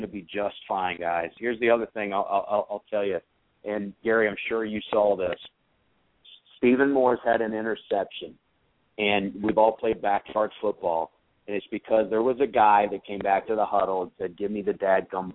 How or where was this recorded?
phone line